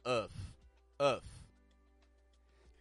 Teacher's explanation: You see, a lot of people, when they're working on the ah sound, tend to mix it up with the sound. They hold their tongue a little bit too low in their mouth, and instead of getting a full ah, they'll get an uff, uff. The difference between ah and is all in the back of your mouth.